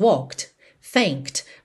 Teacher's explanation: na hora que eu falo sozinhas essas palavras, walked, thanked, você consegue perceber kt, kt